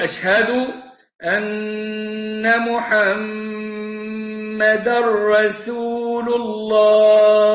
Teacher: وعندك النون والميم مشددتان تغنوا كل منهما بمقدار حركتين، والحركة بمقدار قبض الإصبع أو بسطه، فتقول أشهد أن محمدا